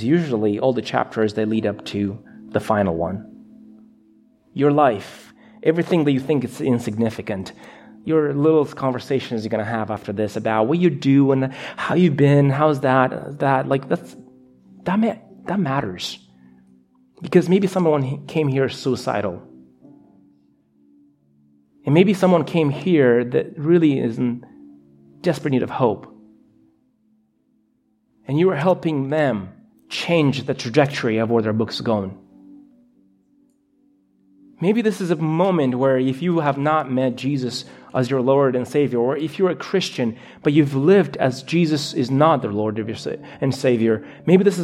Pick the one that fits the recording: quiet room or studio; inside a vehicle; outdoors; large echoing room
large echoing room